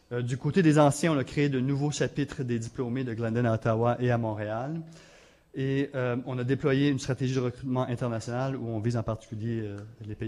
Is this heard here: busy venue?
yes